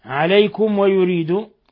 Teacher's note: ميم ساكنة جاء بعدها الواو إظهار شفوي، بل هو من أشد حالات الإظهار الشفوي، ويريد الذين يتبعون